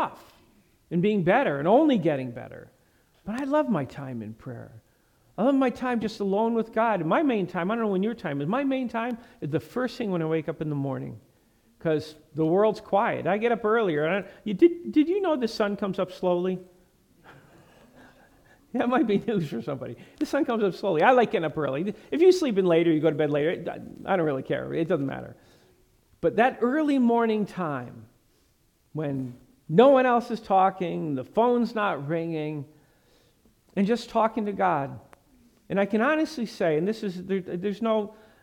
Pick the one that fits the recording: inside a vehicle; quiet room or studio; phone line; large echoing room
large echoing room